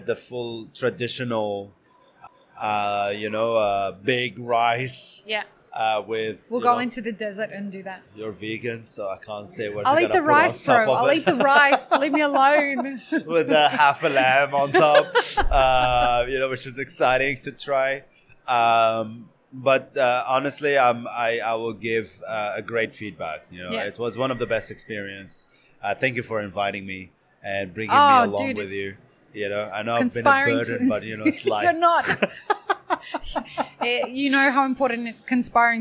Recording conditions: busy venue